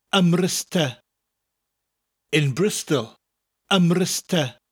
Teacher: N in front becomes an M, and the two words roll together. · Term: nasal mutate